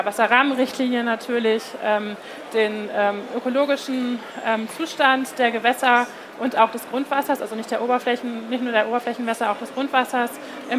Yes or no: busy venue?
yes